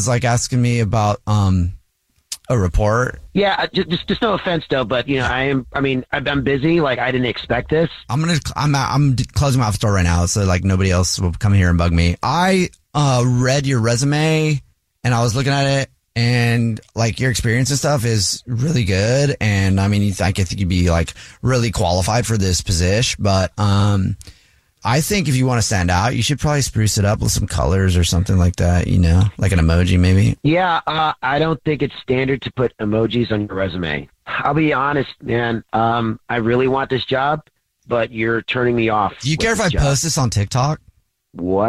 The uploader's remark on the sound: Phone Prank